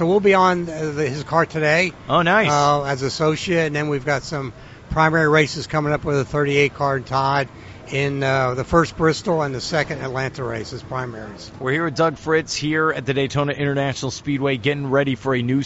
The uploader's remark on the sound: joined live at the Daytona International Speedway